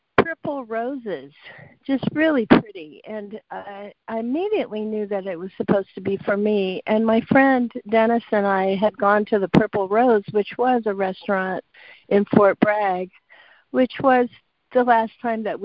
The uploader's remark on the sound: ACIM Daily Conference Call.